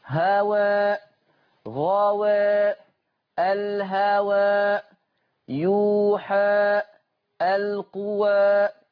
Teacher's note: نلاحظ من أداء الآيات السابقة تقليل رؤوس الآي قولا واحدا